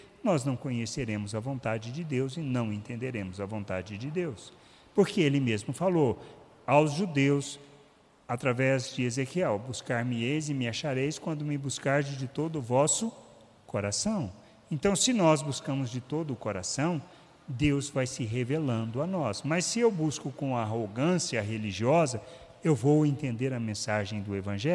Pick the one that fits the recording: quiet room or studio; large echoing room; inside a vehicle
large echoing room